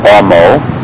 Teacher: with a light or non-existent H